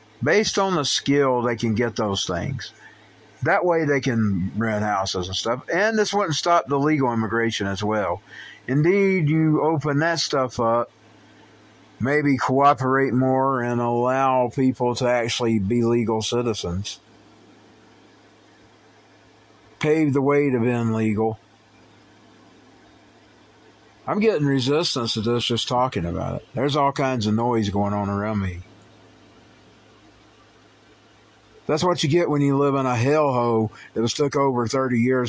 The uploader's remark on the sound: recorded on the phone